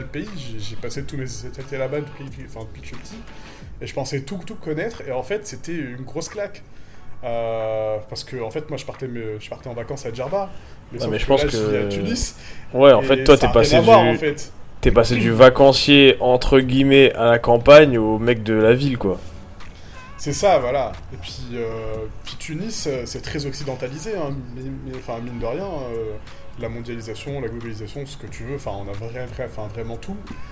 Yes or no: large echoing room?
no